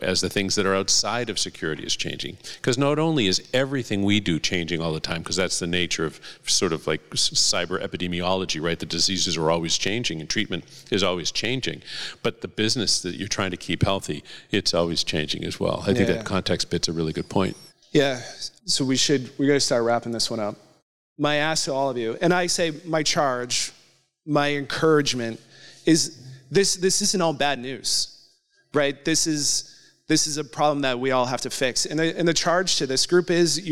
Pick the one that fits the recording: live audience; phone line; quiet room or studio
live audience